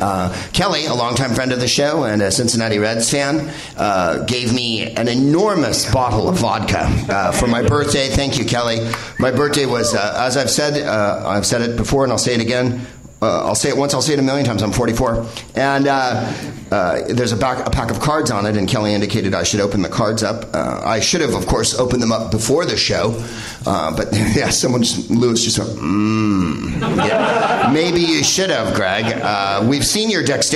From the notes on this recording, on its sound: Live from the NerdMelt Showroom in LA